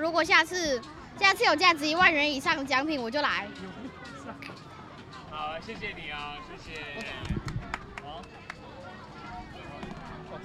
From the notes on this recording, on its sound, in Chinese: 北投兒童人權園遊會活動中，孩子們的真實聲音。本集收錄了 2021 年我們攤位參加由台灣親子共學教育促進會舉辦的兒童人權園遊會攤位，我們所設置的錄音闖關活動。前面七分鐘是將來訪攤位的各個家庭的聲音所合成的第一個段落。